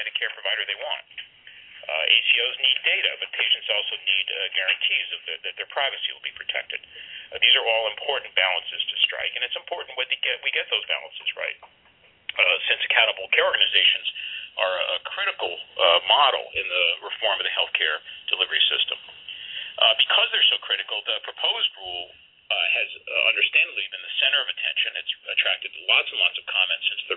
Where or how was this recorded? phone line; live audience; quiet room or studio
phone line